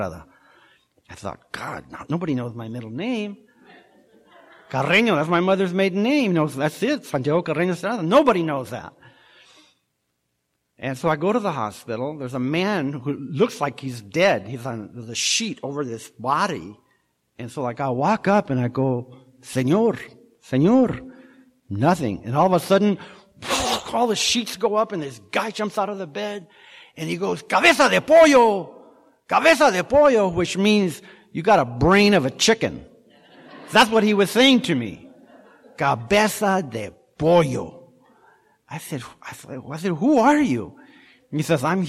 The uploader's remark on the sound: At the Live at Pine Lake Speaker Meeting held every Saturday Night in Seattle.